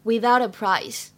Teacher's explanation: 句子的末尾呢有一个 without 和 a，可以轻微地连读一下。